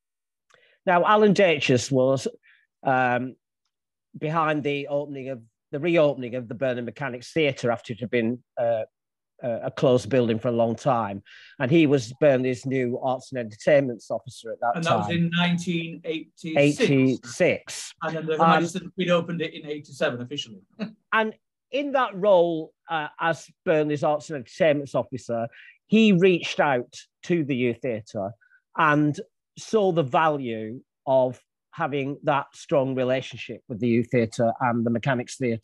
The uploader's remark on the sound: Our People Event. Join us once again for a captivating live episode, recorded on Zoom and exclusively available on this Podcast. This live episode was recorded on Zoom, allowing for an immersive and interactive experience.